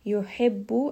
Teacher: ha is going to be from the middle of the throat